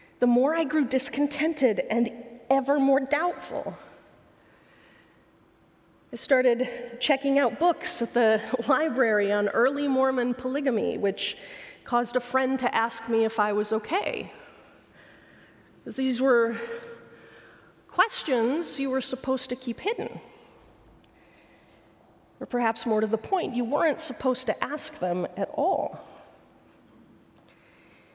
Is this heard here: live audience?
yes